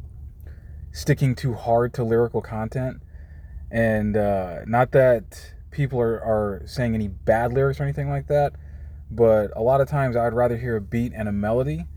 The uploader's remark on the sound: I am comfortable recording in my car, so don't mind the passing vehicles.